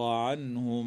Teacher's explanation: النون الساكنة من كلمة عنهم حكمها الإظهار الحلقي